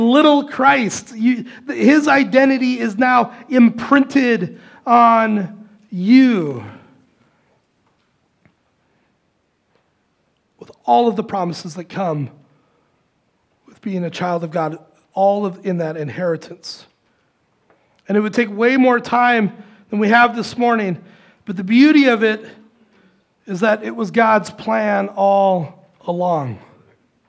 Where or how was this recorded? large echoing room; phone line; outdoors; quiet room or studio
large echoing room